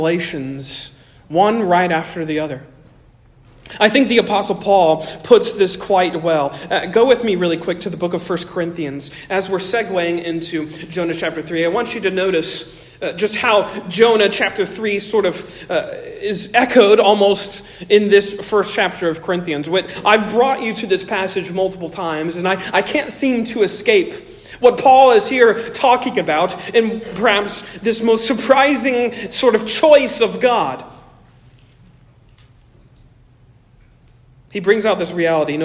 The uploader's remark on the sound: Originally delivered on 10 September 2023 at Stonington Baptist Church, Paxinos, PA. Originally delivered on 10 September 2023 at Stonington Baptist Church, Paxinos, PA.